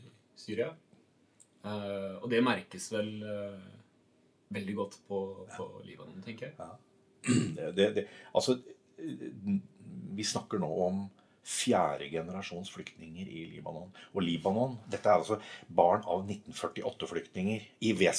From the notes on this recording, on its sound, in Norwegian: Dette er den første podcasten gjort av lærere ved AFR. Ta forbehold om at produksjonen kan være av noe varierende kvalitet både teknisk og uerfarenhet ved ledelse av lydprogram.